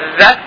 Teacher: طريقة النطق راح نشوف ان ذا احتكاكي، لان اثناء خروجه يحدث نوع من الاحتكاك لانه يوضع بين الاسنان العليا والسفلية ذا فيحدث احتكاك.